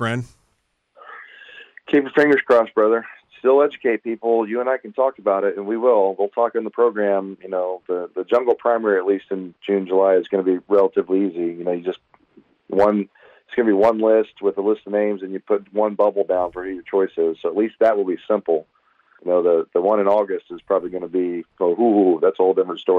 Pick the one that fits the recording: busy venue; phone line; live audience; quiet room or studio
phone line